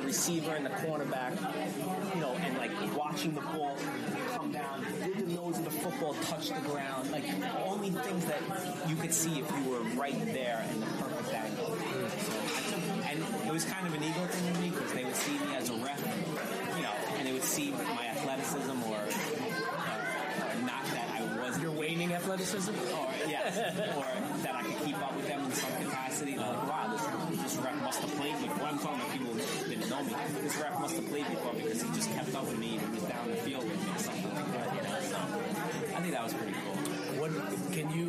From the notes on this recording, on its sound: Please excuse the audio, as they were in a restaurant that was hustling and bustling.